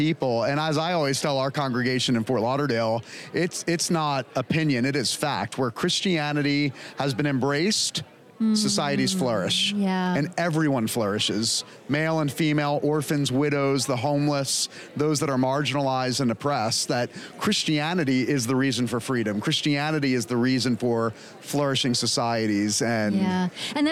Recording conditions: busy venue